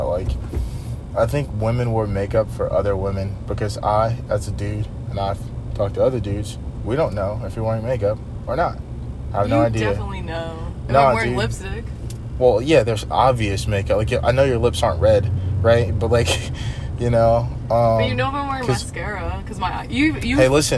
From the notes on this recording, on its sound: BONUS: Truck Talks. Cruising in the car.